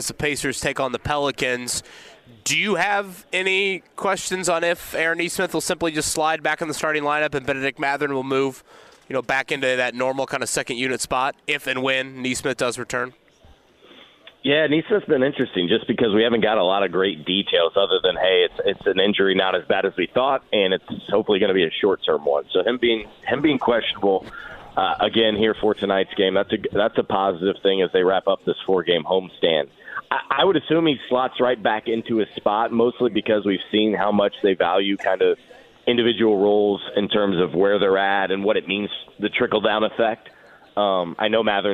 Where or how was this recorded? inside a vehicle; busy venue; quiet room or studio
busy venue